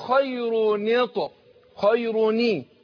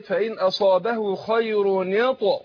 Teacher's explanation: فهنا عندنا التنوين، بقول خير، النون الساكنة دي جه بعدها برضو حرف ساكن اللي هو الطاء، فاحنا ما ينفعش انطق ساكنين ورا بعض، فأنا أتخلص من التقاء الساكنين بكسر الأول اللي هي نون التنوين. قول خير، فأقول خير نيط خيروني، يبقى كسرت الايه نون التنوين، أقول خير نيط وبعدين بقلق للايه الطاء، أقول ايه فإن أصابه خير نيط.